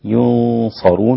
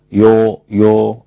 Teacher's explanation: ولا هم ينصرون، انتبه إلى ترقيق الياء لأن الياء مضمومة وبعدها غنة مفخمة مع الصاد · Shown in: first take